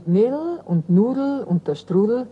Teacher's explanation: Geht der nachfolgende Vokal verloren, also vor den Endsilben EL, EM und EN, dann wird das D überhaupt nicht ausgesprochen.